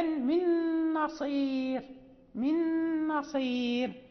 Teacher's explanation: فهذه النون يعني حين تضغم تبقى غنتها